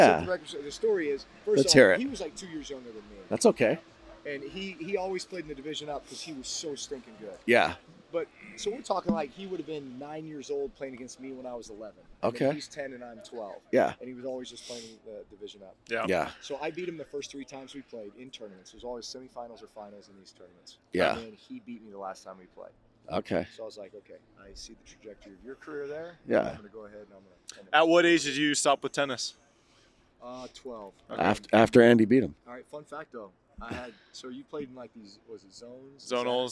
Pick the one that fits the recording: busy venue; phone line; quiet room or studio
busy venue